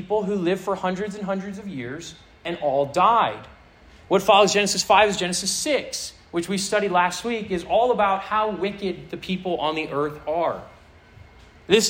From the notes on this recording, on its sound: This sermon was preached to a Senior High audience